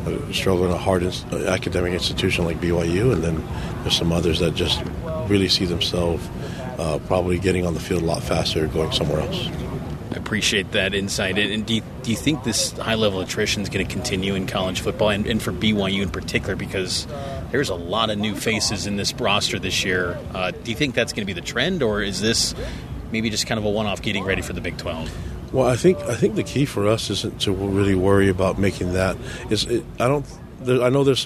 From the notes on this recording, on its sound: At Big 12 Media Day. At AT&T Stadium.